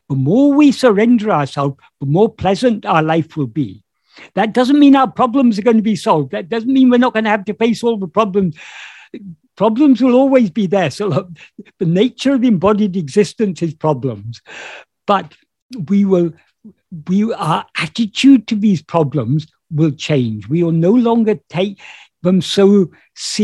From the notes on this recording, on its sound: In a Zoom meeting of the ‘Ramana Maharshi Foundation UK’ on 14th May 2022